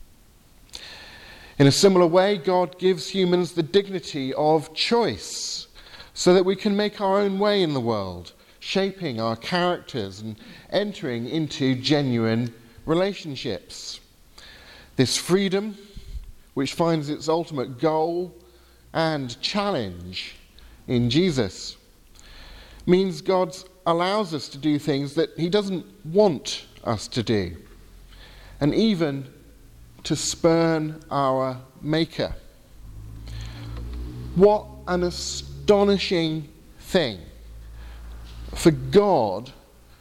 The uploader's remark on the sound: Sermon from the 8 am service at Highfield Church Southampton, 5th August 2018.